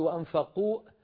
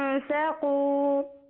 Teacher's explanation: وأنفقوا تختمينها بهمزة، احذفي هذه الهمزة، لا تقفلي الوترين الصوتيين · Shown in: second take · قولي هكذا وأنفقوا.